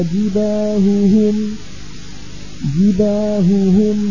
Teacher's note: بيان الهائين حتى لا يختلط صوتا الهائين ببعضهما